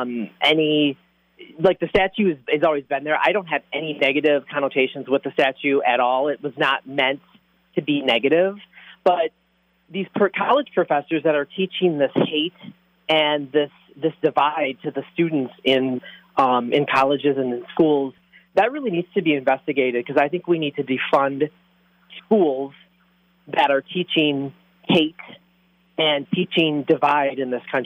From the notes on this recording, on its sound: Callers sound off